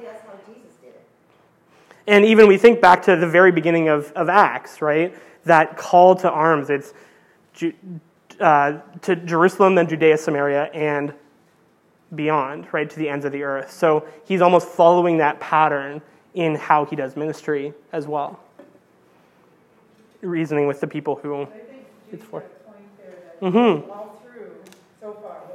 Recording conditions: large echoing room